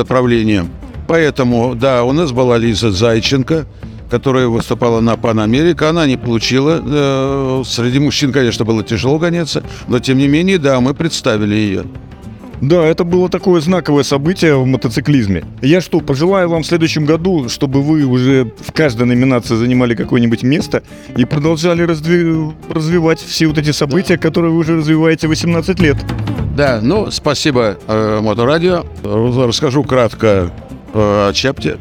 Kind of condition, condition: setting, outdoors